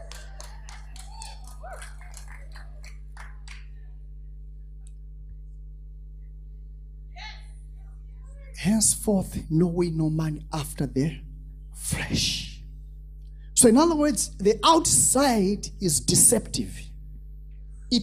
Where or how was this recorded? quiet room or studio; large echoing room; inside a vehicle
large echoing room